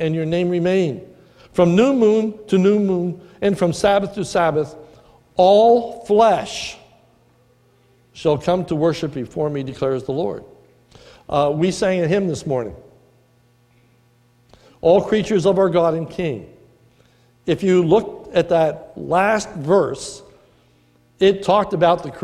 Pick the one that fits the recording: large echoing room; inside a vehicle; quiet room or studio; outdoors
large echoing room